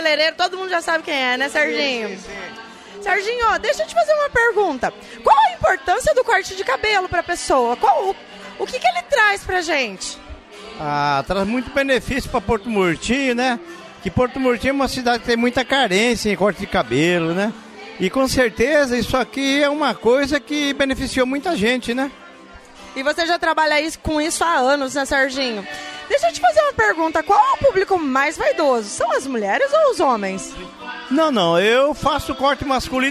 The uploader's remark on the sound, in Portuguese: Nesse episódio especial a gravação do podcast foi fora dos portões da escola. O evento Ação Cidadania foi realizado pela FIEMS e TV MORENA com apoio da Prefeitura de Porto Murtinho.